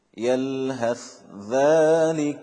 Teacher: الإدغام هنا إدغام كامل، تصبح الذال مشددة لأن الثاء تدخل فيها ذاتا وصفة